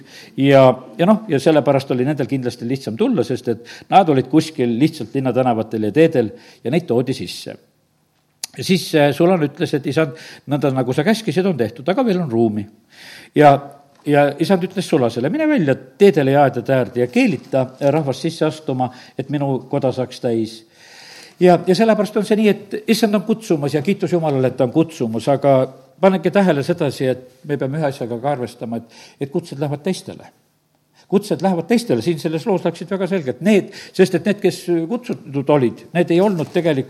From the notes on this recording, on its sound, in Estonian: Audio salvestus koosolekult